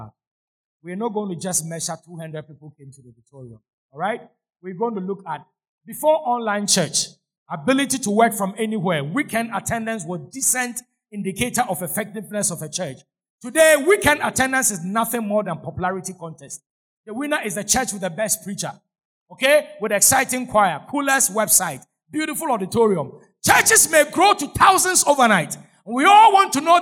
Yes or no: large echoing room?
yes